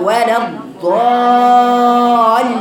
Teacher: تحرك اللسان للامام ولا الضاء ولا الضاء اللي احنا اديناها الاستطاله، ولما جاء اللام المشدده بعد المد يبقى فيها نبر